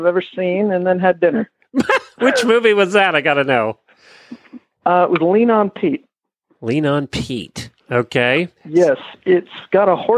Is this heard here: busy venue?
no